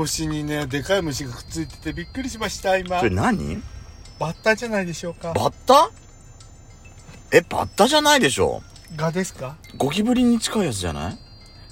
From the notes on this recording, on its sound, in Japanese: パーキング収録